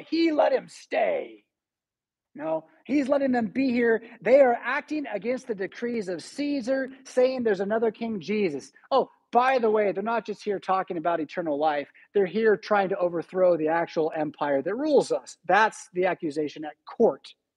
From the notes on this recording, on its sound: Preached at St Paul Lutheran Church , Rockford, Illinois on Sunday May 14, 2023.